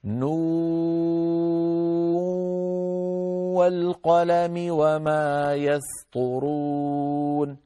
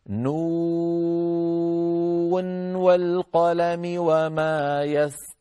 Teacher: نون ساكنة عادية وبعدها واو ولا إدغام · Shown in: second take · Term: الإظهار